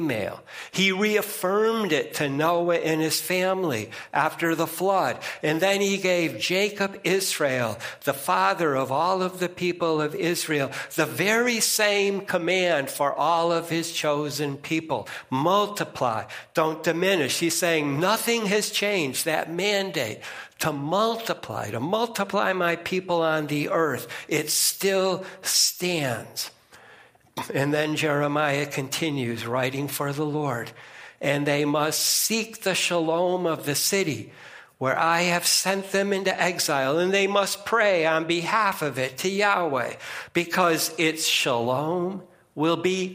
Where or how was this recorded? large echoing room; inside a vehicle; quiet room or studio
large echoing room